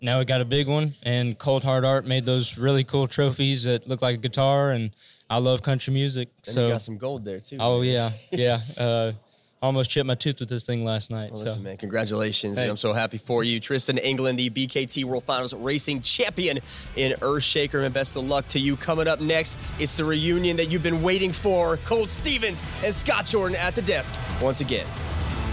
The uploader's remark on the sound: on location in Nashville at the Wildhorse Saloon